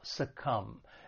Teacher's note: When pronouncing this verb, it has two syllables and the stress is on that second syllable, succumb. And just keep in mind, there is a silent B at the end of the verb, to succumb.